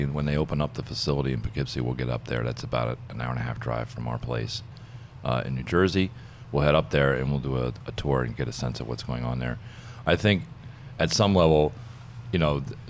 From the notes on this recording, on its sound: Live from San Francisco at the IBM Think 2019 conference